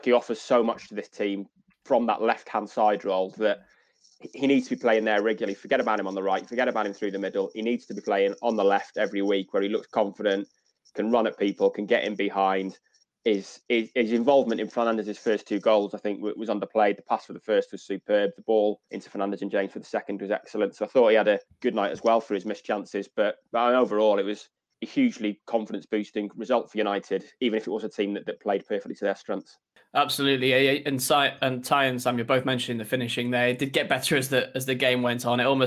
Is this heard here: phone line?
no